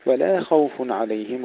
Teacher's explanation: نرقق اللام ونفخم الخاء